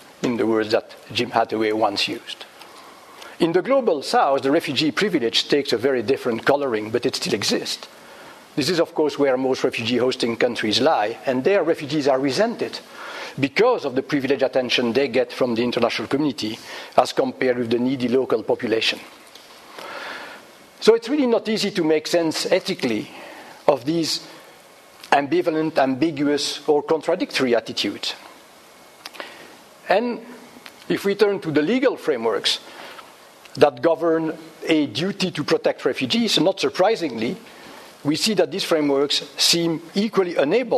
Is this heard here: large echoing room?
yes